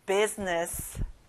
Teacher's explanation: 가운데 I 발음은 안 나요.